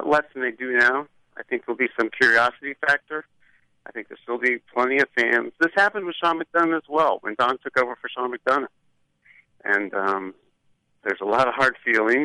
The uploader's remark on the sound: I’m sitting my basement! On the phone.